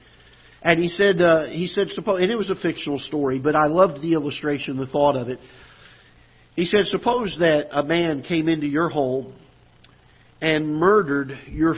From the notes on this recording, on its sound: Ketha Heights Baptist Church ~ Live Broadcast.